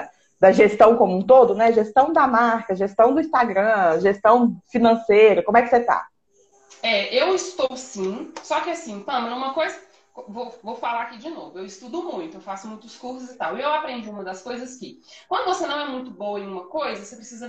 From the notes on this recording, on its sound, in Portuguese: O áudio deste episódio foi extraído de uma live no meu Instagram.